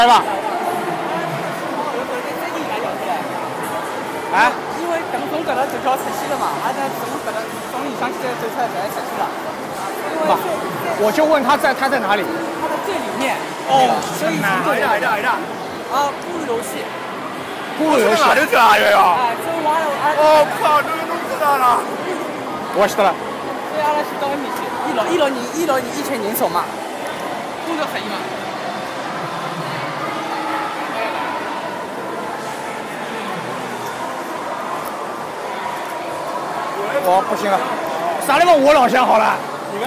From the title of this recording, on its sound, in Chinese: China Joy 现场实况